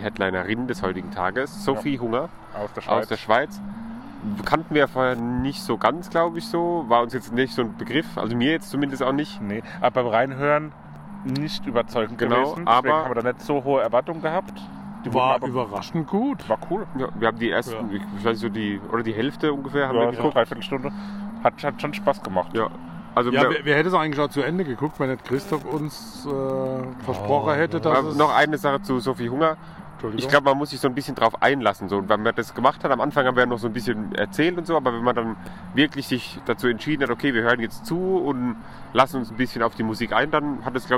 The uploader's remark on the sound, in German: Maifeld Derby Festival Tag 2. Unser Podcast sendet auch an Tag 2 Live vom Maifeld Derby Festival!